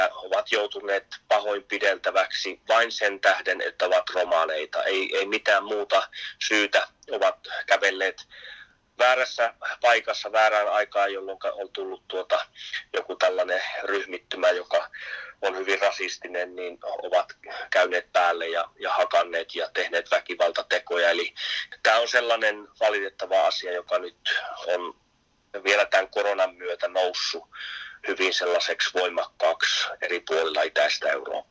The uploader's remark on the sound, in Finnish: Poikkeuksellisesti puhelinhaastattelussa.